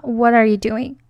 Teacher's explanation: 尤其是美音，它会把这个连读的部分读作是浊化的